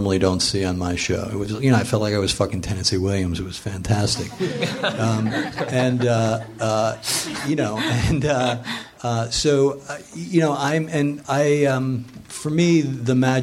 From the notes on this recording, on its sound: Recorded live at Meltdown.